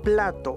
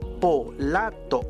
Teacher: la palabra plato en español lo pasamos como polato, es decir, dos sílabas o tres sílabas en este caso · Shown in: second take